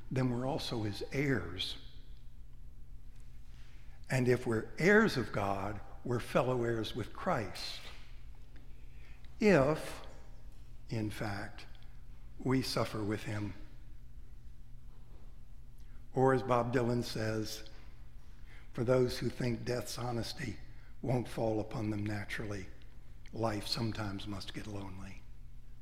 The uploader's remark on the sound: Preached at Trinity-by-the-Cove, Naples, Florida. Readings cropped.